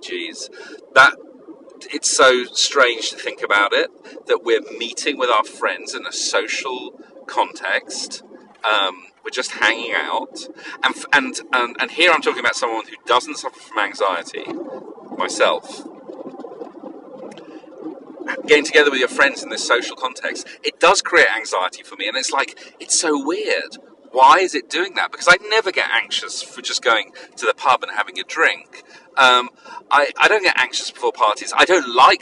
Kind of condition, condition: setting, inside a vehicle